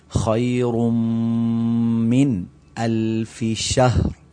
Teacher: خیر من الف شہر، اب یہاں الف یعنی حمزہ آیا ہے، حمزہ ہا عین ہا غین خا حروف اظہار ہیں، تو من کو اظہار کر کے پڑھا جائے گا، اخفا نہیں کیا جائے گا. آگے آ گیا شہر، اب یہاں پر کچھ لوگ پڑھتے ہیں شاہر، یعنی ہا کے اوپر ان کی زبر کی آواز آتی ہے، یہ غلط ہے.